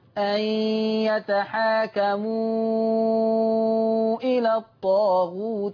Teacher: يعني يتحاكموا هذا مد منفصل، يمد عند ورش بمقدار كم؟ 6 حركات